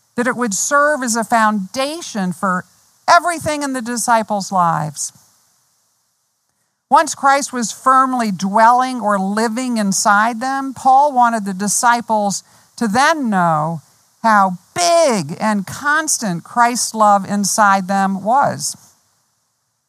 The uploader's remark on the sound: Outdoors this Spring and Summer, outside the Retreat House. On the beautiful and scenic campus of Gordon Conwell Theological Seminary 130 Essex St, South Hamilton, MA 01982.